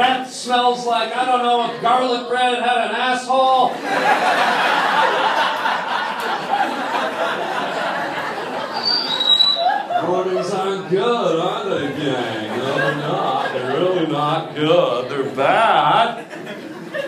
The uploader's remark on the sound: Does LIVE stand up. Plays one of his short stand up sets from the Improv.